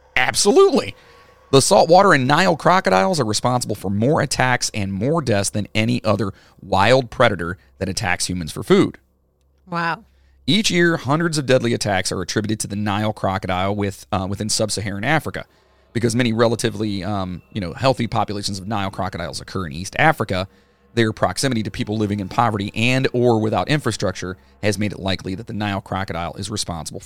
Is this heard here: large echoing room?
no